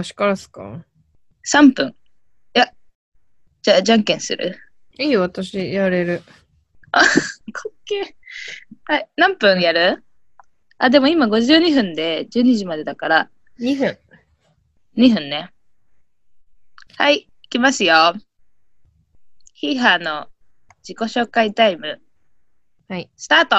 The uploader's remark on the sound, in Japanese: 東京と新潟でzoomにて収録